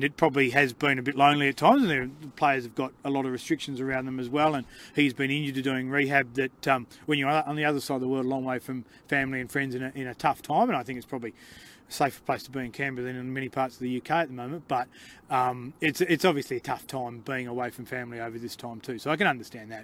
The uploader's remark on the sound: The Greenhouse Live returns to Canberra Stadium for the first time since Round 1.